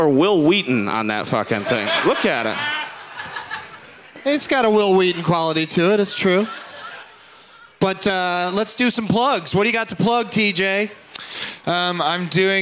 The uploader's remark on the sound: Live from Whatever Fest in Houston